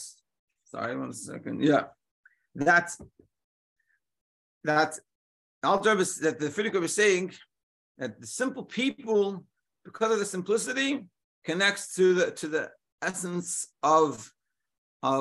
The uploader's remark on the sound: Daily Zoom Shiur